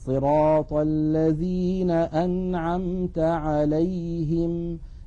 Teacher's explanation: لابد للقارئ من أن يسوي بين زمن النون في كلمة أنعمت والميم التي بعدها والميم الأخيرة من كلمة عليهم، أزمنتها واحدة لذلك لونها واحد. السطر الثاني، قل بئس ما يأمركم به إيمانكم